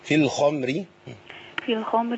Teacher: الخاء هنا في أعلى مراتب التفخيم